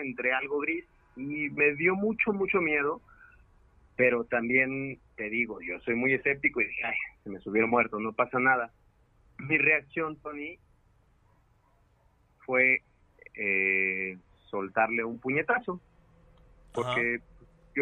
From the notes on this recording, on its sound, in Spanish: Contamos con la llamada en vivo de un escucha que nos comparte su reacción al enfrentar cara a cara lo sobrenatural.